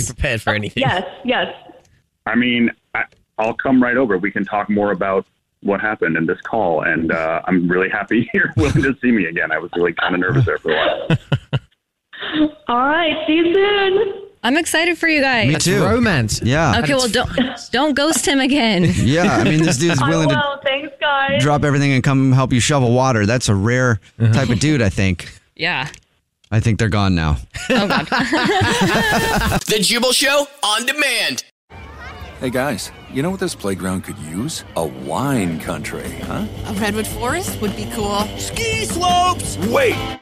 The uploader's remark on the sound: We get that other person on the phone to see why they're "ghosting". Something happened when we tried to call the women that is ghosting a guy that was kind of a disaster and no one on the show, or on the phone, was ready for it!